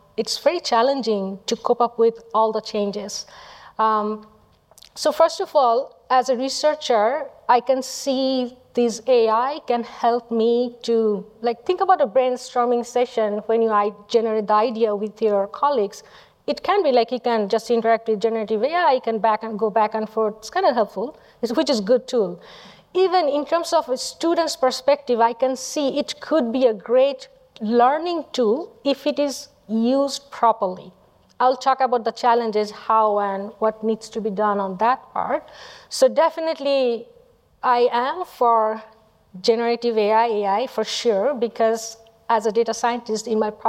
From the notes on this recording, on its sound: Panel | Live from Datapalooza.